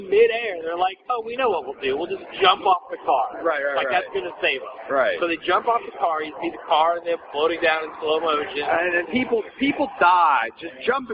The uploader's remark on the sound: The audio quality is a little off since we recorded this on my blackberry sitting on a table during game four of the Bulls/ATL playoff series, but it's easy to understand.